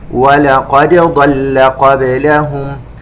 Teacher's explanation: قلقلة الدال وإظهارها وعدم إدغامها في الضاد، ولا نقول ولقد ضل لحفص الإظهار.